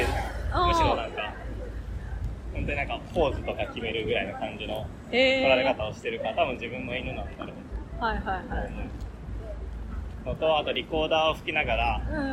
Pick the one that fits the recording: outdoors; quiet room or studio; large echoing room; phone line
outdoors